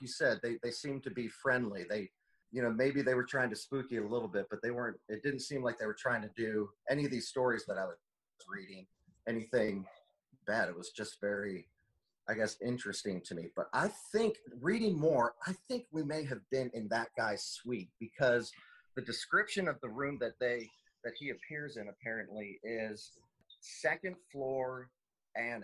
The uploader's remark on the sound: jump right on our Zoom call